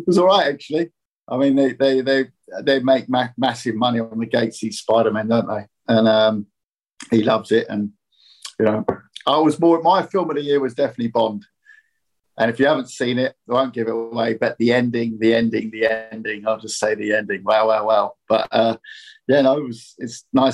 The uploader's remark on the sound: VIA ZOOM